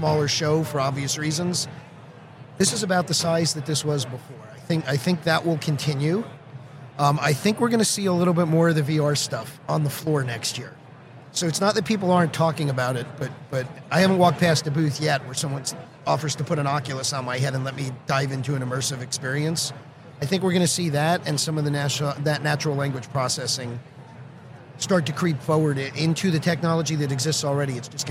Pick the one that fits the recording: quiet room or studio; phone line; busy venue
busy venue